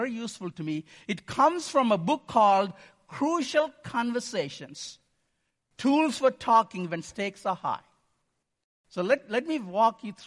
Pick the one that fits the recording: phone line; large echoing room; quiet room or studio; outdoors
large echoing room